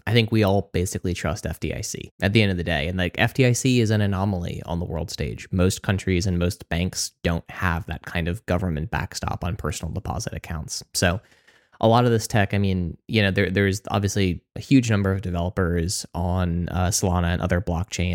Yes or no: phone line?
no